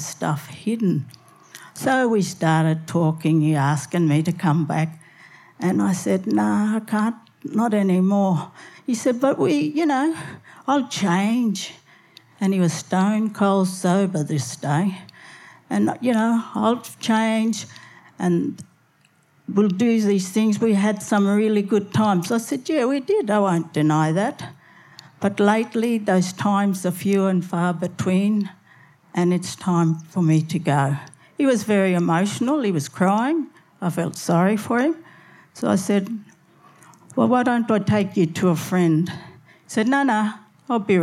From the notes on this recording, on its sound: SPUN: True Stories Told in the Territory is a live storytelling event that showcases some of the extraordinary people and stories that make up the Northern Territory. Popping up at different venues across Darwin, working with a range of partner organisations with a different theme each time, SPUN brings to light stories from diverse backgrounds. Told at our event at Darwin Festival in 2018.